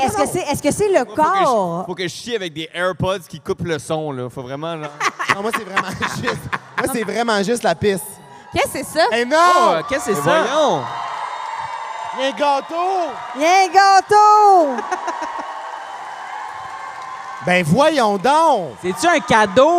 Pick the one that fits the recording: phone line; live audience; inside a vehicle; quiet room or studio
live audience